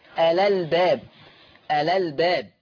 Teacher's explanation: كلمة الألباب فيها نقل، فهتبقى لام مفتوحة